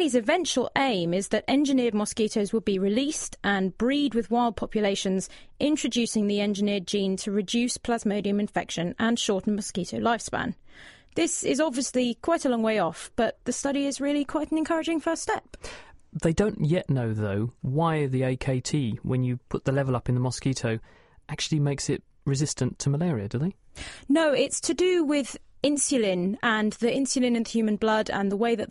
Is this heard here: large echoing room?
no